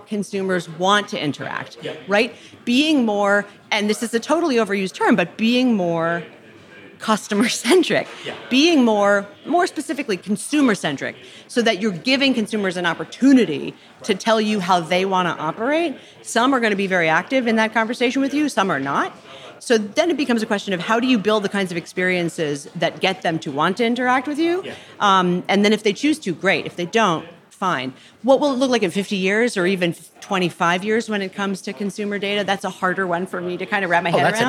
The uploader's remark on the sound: From Cannes. Coming to you live from the Cannes Lions, where the media, marketing, ad tech and creative worlds have come together for the first time in person in two years.